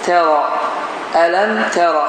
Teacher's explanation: Tə incədir, ra isə qalındır.